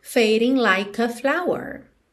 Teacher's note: o E de like não é pronunciado, você já junta o K no A